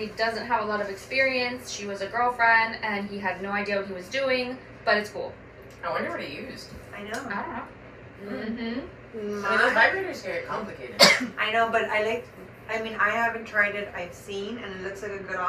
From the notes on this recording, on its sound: please bear with our sound, it was damaged during recording.